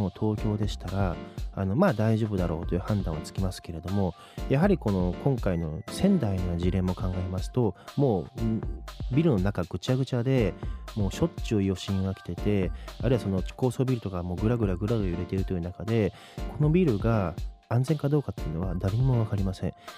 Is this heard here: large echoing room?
no